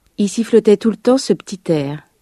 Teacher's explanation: В разговорном языке местоимение «иль» в единственном или множественном числе произносится как «и».